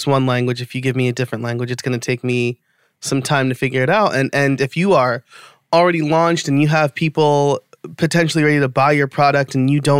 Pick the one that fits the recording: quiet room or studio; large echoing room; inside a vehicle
quiet room or studio